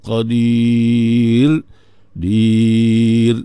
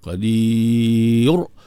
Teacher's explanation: sebab di sini ra itu dibaca dengan tarqiq